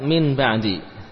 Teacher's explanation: Diganti dengan mim ketika bertemu dengan ba. Naam. Yaitu mim yang mukhfah, mim yang samar dan gunahnya juga panjang sempurna. · Term: qalb